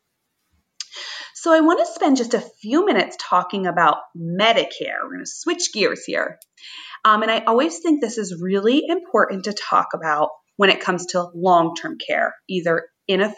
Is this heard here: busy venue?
no